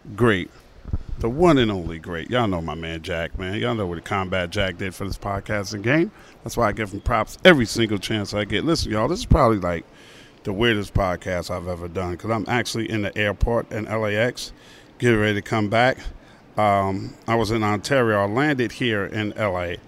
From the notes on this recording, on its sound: Live from LAX. Records from LAX as he's flying back to Atlanta from LA.